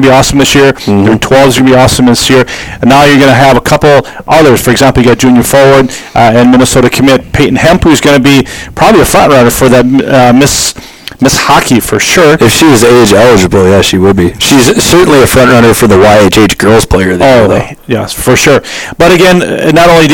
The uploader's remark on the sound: The audio is a little loud and distorted.